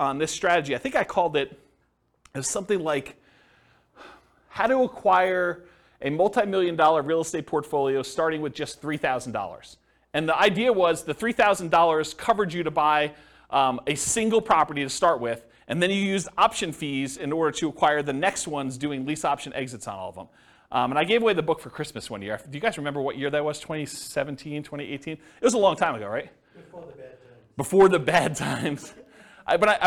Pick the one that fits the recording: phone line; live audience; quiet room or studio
live audience